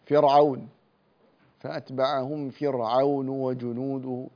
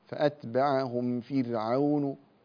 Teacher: رقق الراء لأنها ساكنة وقبلها مكسور · Shown in: second take